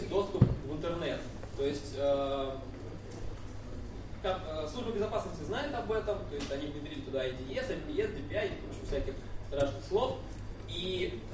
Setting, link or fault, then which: setting, live audience